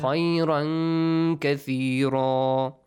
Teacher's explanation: Make sure with إِخْفَى we have غُنَّة sound also, nasal sound. · Term: Ikhfa